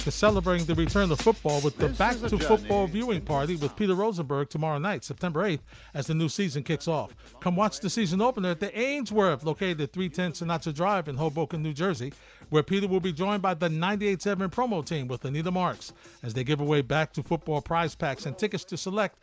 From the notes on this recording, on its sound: take phone calls